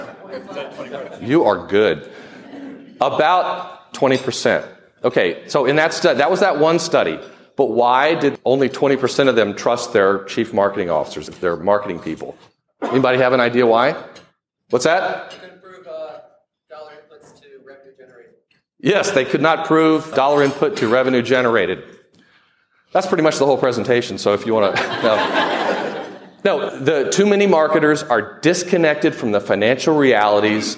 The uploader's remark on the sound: presenting the audio from a presentation I made recently to the American Marketing Association Triangle Chapter in Raleigh North Carolina